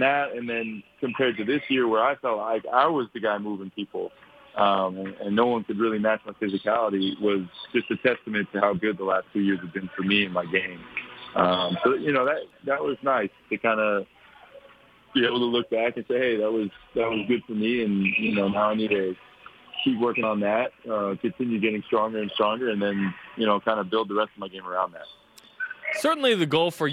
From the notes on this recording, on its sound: Joined over the phone by former BYU Basketball player.